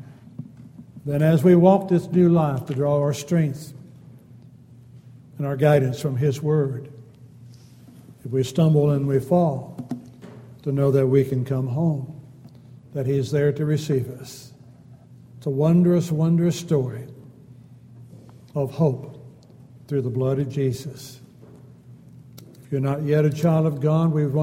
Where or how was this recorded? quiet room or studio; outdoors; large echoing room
large echoing room